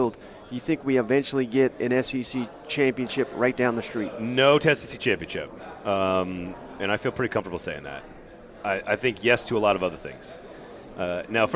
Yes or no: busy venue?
yes